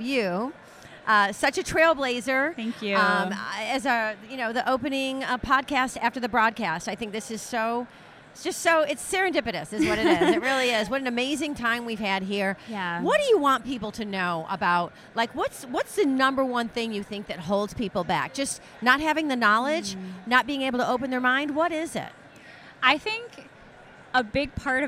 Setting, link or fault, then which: setting, live audience